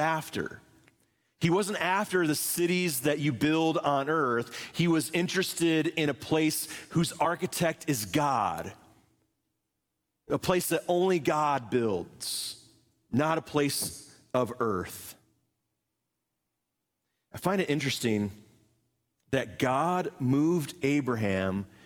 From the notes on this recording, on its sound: Live from our Celebration Ministry Center